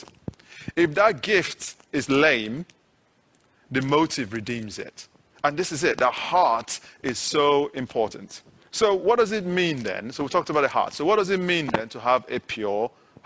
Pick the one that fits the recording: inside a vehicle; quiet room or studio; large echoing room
large echoing room